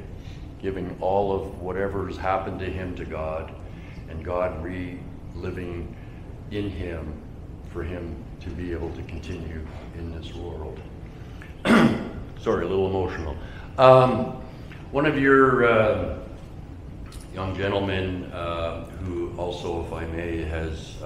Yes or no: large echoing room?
yes